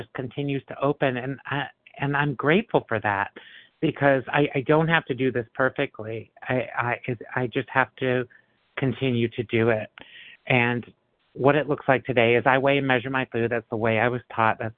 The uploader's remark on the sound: 100 Pounders Phone Meeting